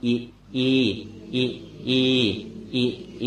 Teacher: ดังนั้นอีกับอีต่างกันเพียงเสียงสั้นกับเสียงยาวเท่านั้นนอกนั้นเหมือนกัน